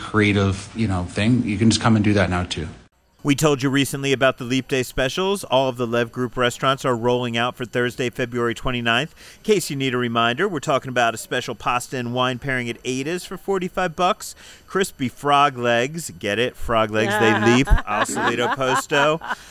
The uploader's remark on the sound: We're back at Dom DeMarco's Pizzeria & Wine Bar on West Charleston